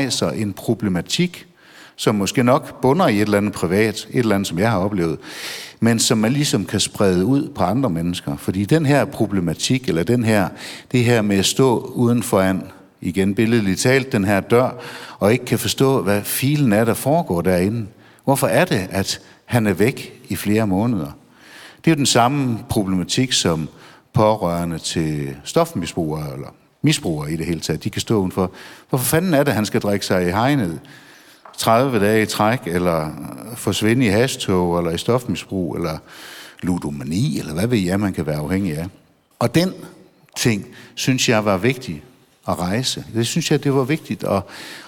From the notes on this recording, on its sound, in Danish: Live fra Maskinhallen i Frederikshavn